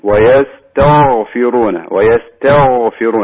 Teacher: التاء تكون مرققة، ثم بعد ذلك ننتقل الغين ونعطيها حقها من الاستعلاء · Term: حروف الاستعلاء